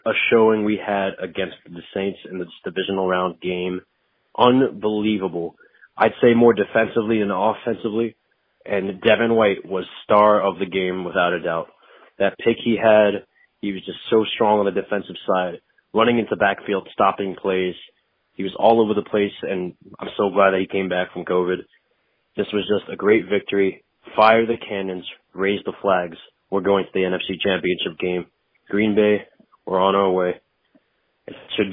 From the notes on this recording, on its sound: Takes to the phone lines as he usually does on Tuesdays as more listeners send in their excitement.